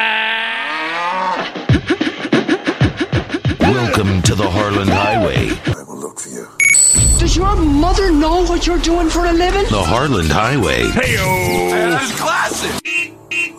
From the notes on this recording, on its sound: Yes it is here, the 59th Annual Harland Highway Thanksgiving Day Parade! We are going live to the streets.